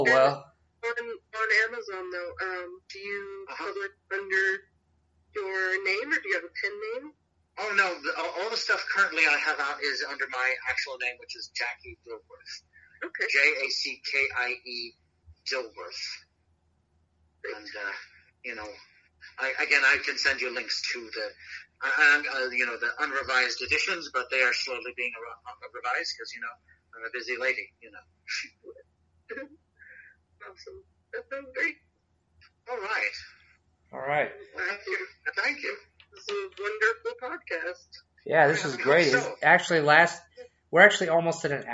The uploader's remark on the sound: This episode was recorded over the phone so the quality